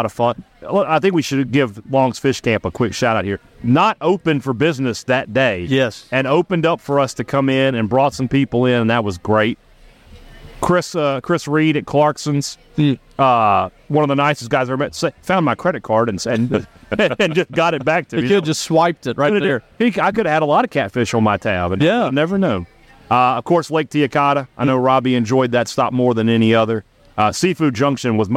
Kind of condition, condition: setting, busy venue